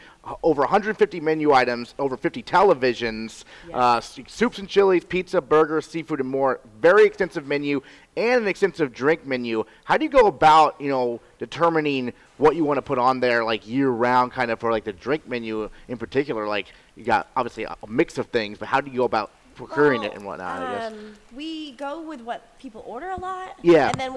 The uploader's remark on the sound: Broadcast live from Gridiron Restaurant. With the MPA basketball state tournaments underway.